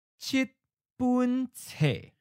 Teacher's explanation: So, 七, the words for 7, changes. 本, the measure word, changes. But 册 keeps original tone. 册 is a noun, and it's also the final syllable of this phrase, so we know it shouldn't change.